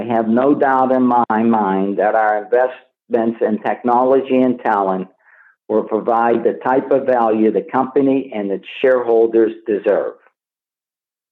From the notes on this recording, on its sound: Progressive Care Shareholder Conference Call.